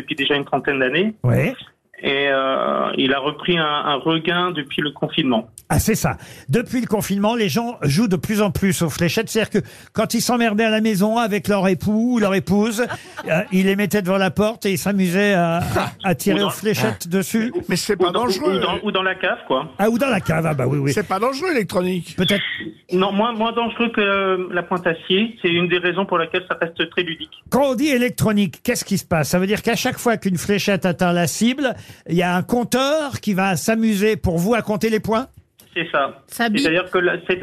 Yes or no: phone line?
yes